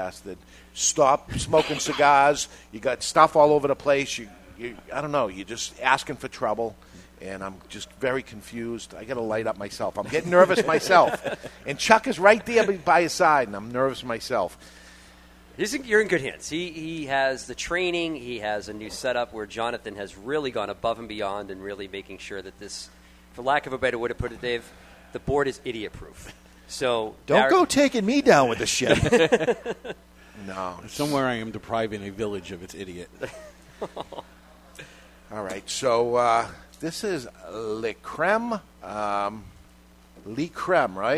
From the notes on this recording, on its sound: Live from Two Guys Smoke Shop in Salem, NH.